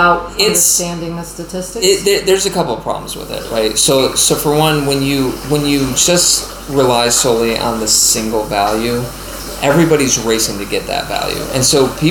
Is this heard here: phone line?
no